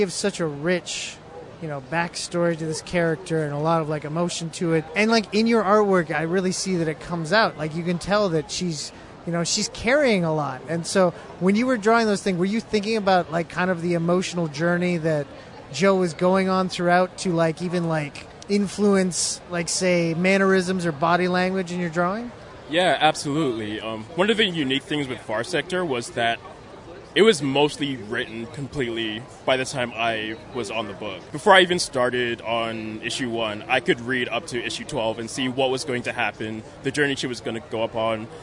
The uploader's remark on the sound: Recorded at Fan Expo Canada.